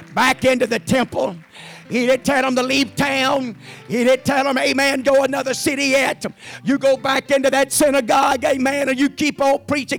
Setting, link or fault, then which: setting, large echoing room